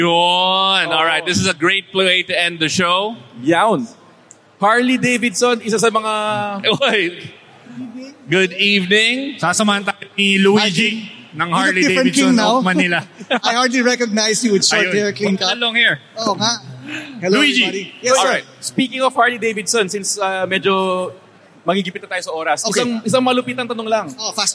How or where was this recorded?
busy venue